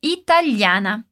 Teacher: com todos os as bem abertos